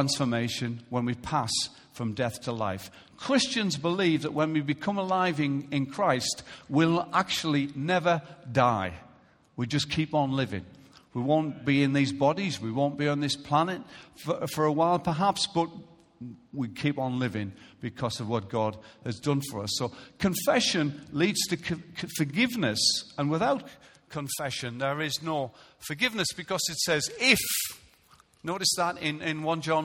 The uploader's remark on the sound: Recorded live at Life Church.